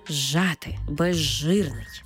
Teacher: У словах зжати та безжирний, де з свистячий, ж шиплячий, разом ми їх читаємо як ж. Тобто з перетворюється на ж і маємо цей подовжений звук ж